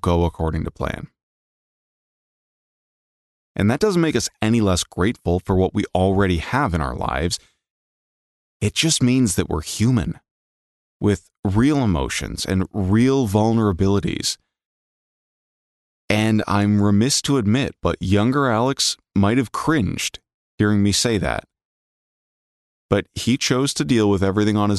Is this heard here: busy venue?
no